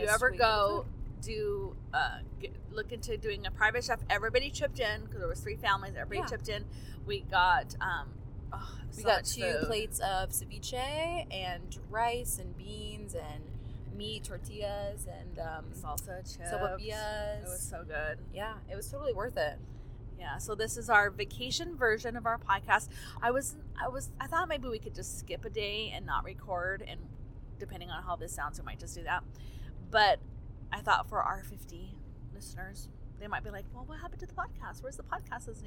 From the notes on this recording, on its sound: We recorded this episode while on the road home from our mini-family vacation to Mexico!